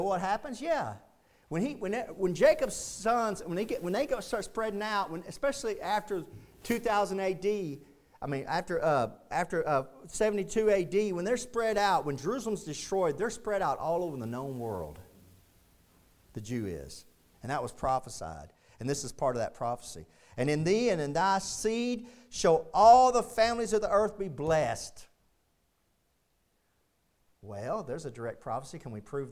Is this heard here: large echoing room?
yes